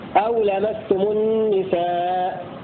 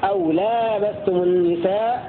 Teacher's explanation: بالقصر أي بحذف الألف التي بعد اللام · Shown in: first take